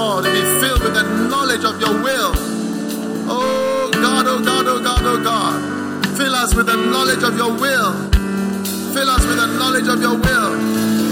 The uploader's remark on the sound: Preached at the First Love Center, Accra.